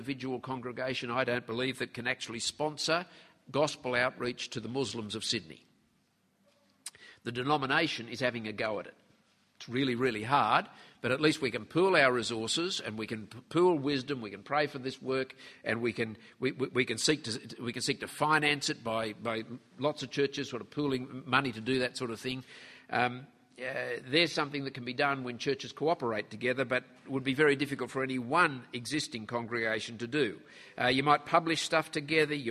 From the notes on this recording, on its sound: At the annual conference for the Fellowship of Independent Evangelical Churches.